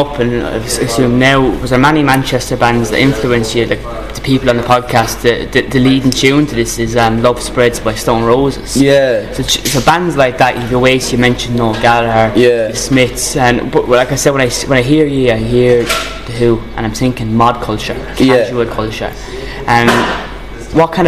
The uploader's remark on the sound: I was invited to a sound check